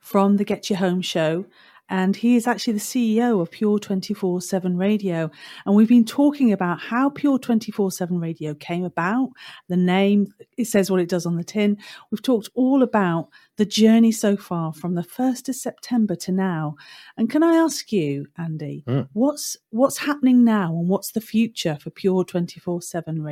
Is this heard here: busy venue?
no